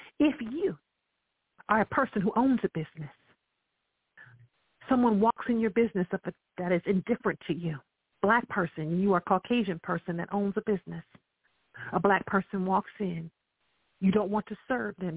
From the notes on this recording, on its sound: I welcome live callers to dial